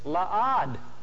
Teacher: Many years later, the rabbis that put the vowels into the Masoretic text looked at that word in the context and they said, nah, I don't think it's la'ed as a witness. I think it's patach there, an ah vowel.